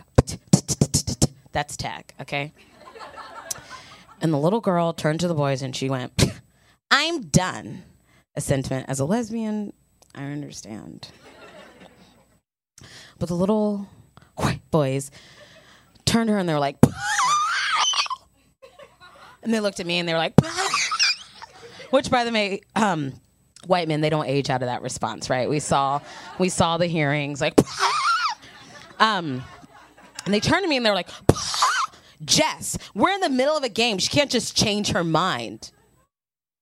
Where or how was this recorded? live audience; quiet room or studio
live audience